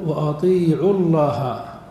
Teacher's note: فنحذف الواو التقاء الساكنين لكن نطقا لا كتابة